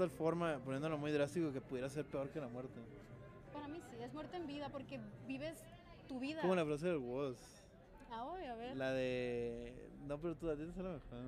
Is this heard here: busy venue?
yes